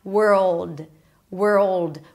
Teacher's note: Then the L is long, is deep. It's a back, dark, open L sound.